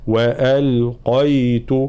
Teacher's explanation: قاف مفخمة بقية الحروف مرققة، فلا نقول وألقيت، لا، مش وألقيت هكذا.